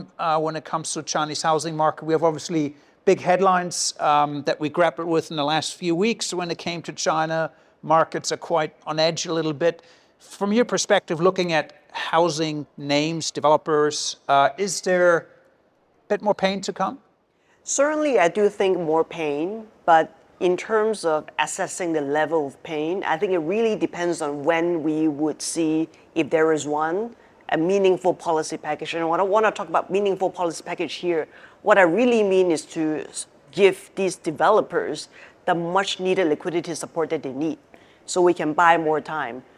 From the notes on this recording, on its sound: Take the podcast live for the first time ever, recording in front of a studio audience at HSBC's Asia headquarters.